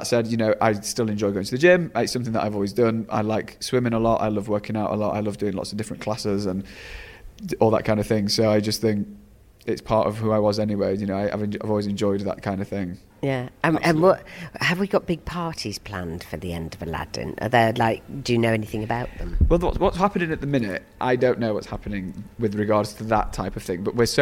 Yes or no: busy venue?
yes